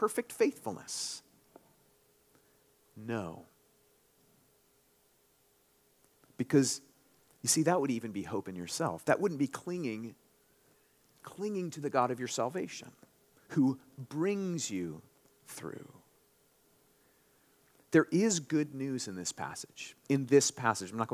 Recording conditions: large echoing room